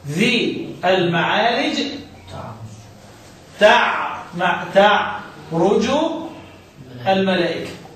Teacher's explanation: يبقى الجيم بتضغم في التاء في موضع واحد في القرآن كله · Term: الجيم مدغم